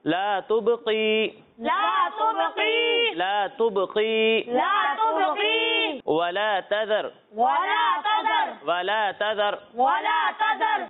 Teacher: زال میں سیٹی کی آواز بھی نہیں آنی چاہیے